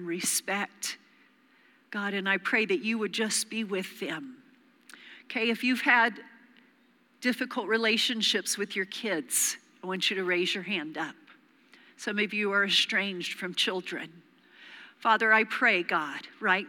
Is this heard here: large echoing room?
yes